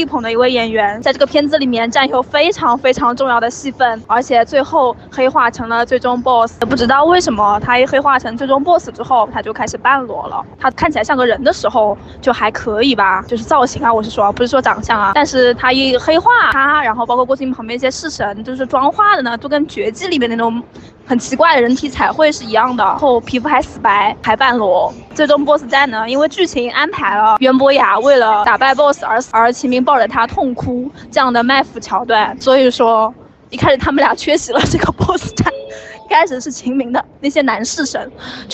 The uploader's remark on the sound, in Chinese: 受邀参加了12月16日《晴雅集》北京首映，在映后回家的地铁上充满激情的发来了这段一手吐槽！由于录制环境比较嘈杂，我们在后期处理之后仍有噪音，请大家谅解。